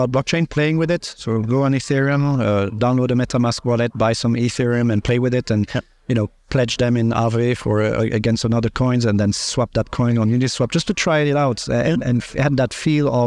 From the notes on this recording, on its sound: recorded at Sibos